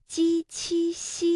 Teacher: 他正乐呢，低头一看，师傅跟前怎么有个小女子啊？再一闻，哟，好大的一股妖气！孙悟空睁圆金睛火眼，盯着小媳妇儿仔细一看，啊，果然是妖怪变的。小媳妇儿想要逃命，孙悟空哪肯放过？好你个大胆的妖怪，敢来蒙骗我师父，哪里走？咦呀！好，我们今天呢先听到这里。那我们的问题是，读完西游记白骨精，大家读一下记和精这两个字使劲的到底是舌面还是舌尖呢？大家都找到答案了吗？正确答案是鸡七西啊，也就是我们说舌面的前部和硬腭的前部接触或者是接近构成阻碍 · Term: 舌面音